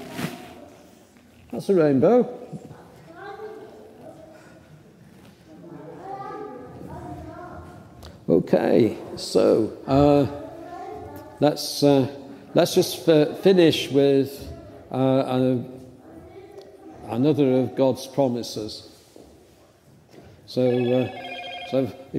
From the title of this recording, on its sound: St. Andrew's Psalter Lane Church Second Sunday in Lent 10:30am service